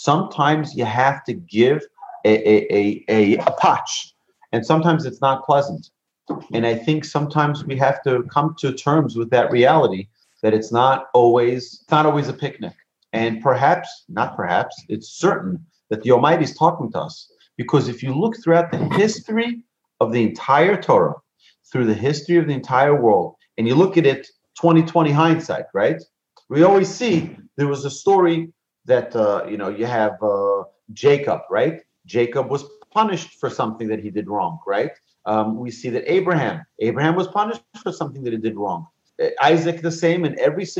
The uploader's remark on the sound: Recorded presentation to an online audience at Cong. Beth Yeshurun. In Houston, Texas.